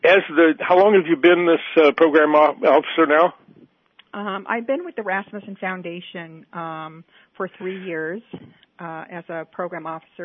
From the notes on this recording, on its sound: Joining us today on the phone